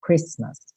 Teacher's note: o T não é pronunciado